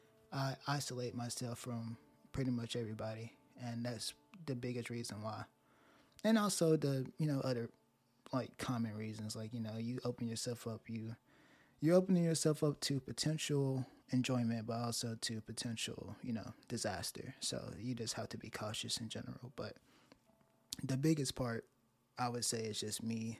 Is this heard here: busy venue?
no